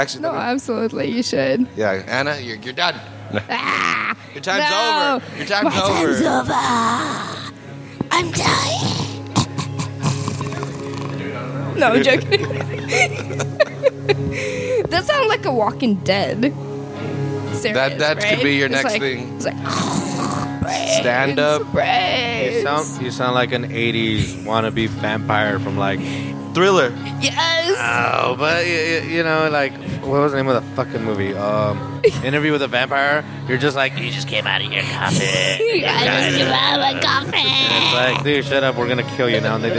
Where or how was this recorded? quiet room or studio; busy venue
busy venue